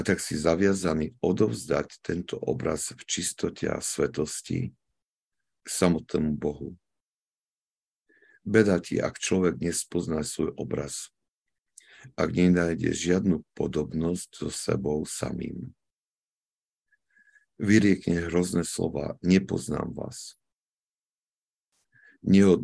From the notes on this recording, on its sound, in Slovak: Filokalia Live - pravidelné online stretnutia prostredníctvom ZOOM.